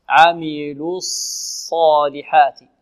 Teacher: فلا نضم شفتينا في الصاد، نقول عميلوس، عميلوس، لا عميلوس، نضم في اللام ثم نرجع الشفتين في الصاد، عميلوس صالحات الصاء، والألف تتبع ما قبلها في التفخيم، الألف التي بعد الصاد مفخمة، لا نقول الصالحات الصاء، لا الصالحات، الصالحات.